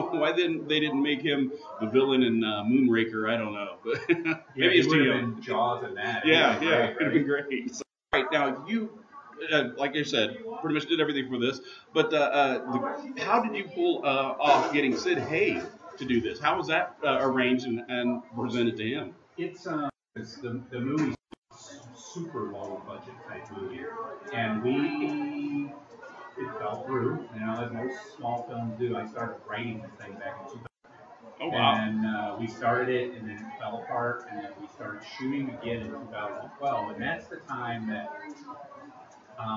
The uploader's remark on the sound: Live from the Eagle Theater. Broadcast live from the lobby of the Eagle Theater in Robinson, Il. They conduct interviews in the noisy lobby.